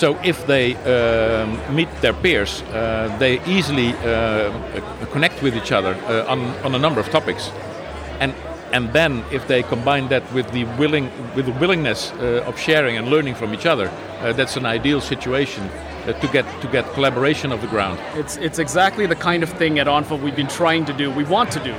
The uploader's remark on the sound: joins us live onsite at the 2023 ONPHA Conference in Toronto